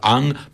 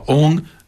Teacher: La nasalisation, c'est-à-dire le fait de dire ang plutôt que de dire en, le fait de dire ong plutôt que de dire on.